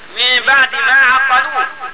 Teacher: الهاء إذا كان مضمومة فنشبع الضمة فيتولد منها واو. إن كان بعدها هم تمد بمقدار أربع حركات عند غير ابن كثير أو عند من له التوسط. · Term: الصلة